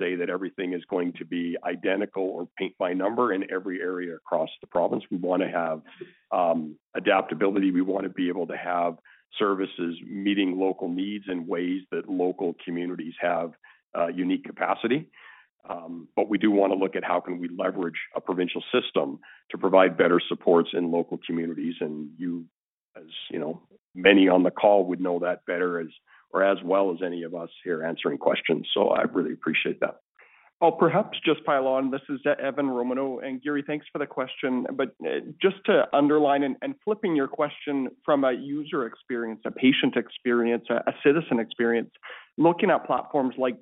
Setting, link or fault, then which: link, phone line